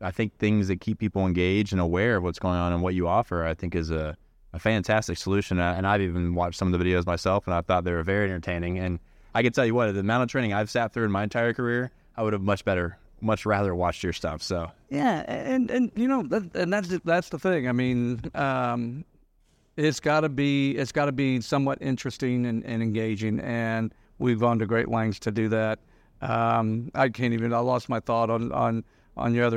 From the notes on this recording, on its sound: Recorded live at the 2023 Information Security Summit.